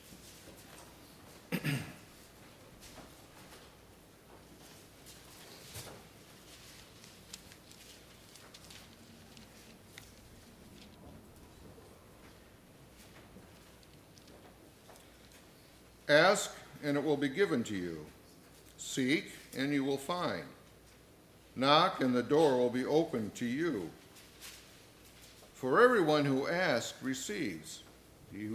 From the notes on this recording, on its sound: services recorded at Thornville Baptist Church